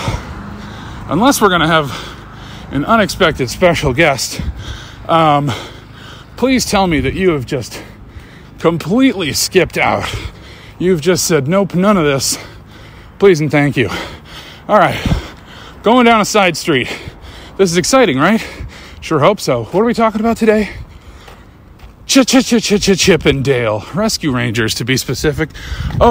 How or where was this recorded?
inside a vehicle